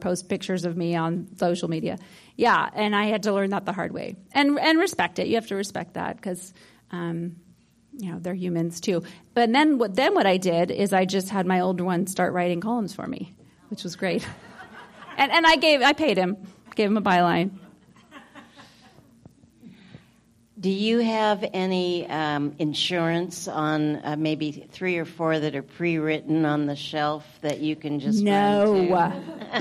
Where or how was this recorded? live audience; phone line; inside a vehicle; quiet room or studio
live audience